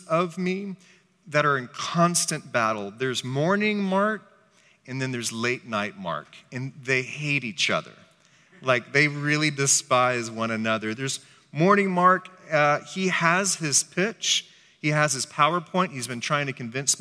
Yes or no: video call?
no